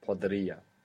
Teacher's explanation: Of course it was podería, but many years of podería, podería, podería, podería, the E fell away.